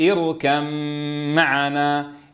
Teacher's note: قلبت الباء الساكنة ميما ساكنة، يعني قلبت الباء الحرف الأول من جنس الثاني